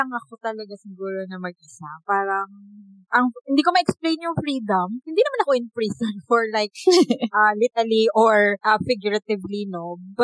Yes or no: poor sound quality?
yes